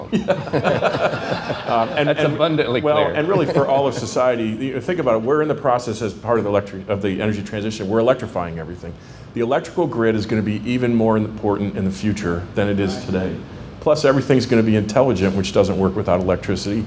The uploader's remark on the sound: A Panel hosted by Energy Transition Finance. A panel at the office opening for Energy Transition Finance and Emerald Operating.